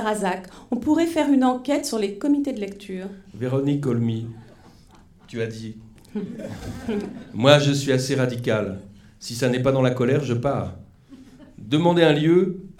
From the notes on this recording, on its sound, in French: Enregistr&eacute; dans la salle Tardieu du Th&eacute;&acirc;tre du Rond-Point. Enregistré dans la salle Tardieu du Théâtre du Rond-Point. Lors de la soirée "Question de théâtre, les 10 ans des EAT.